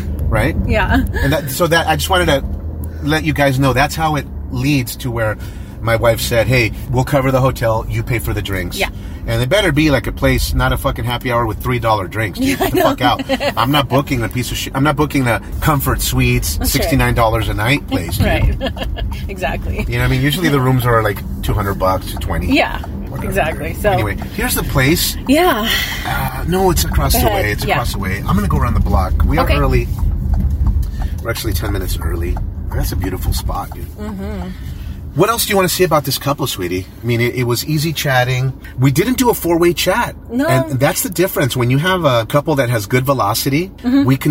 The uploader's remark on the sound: We recorded this episode in the car on the way to the date & afterward.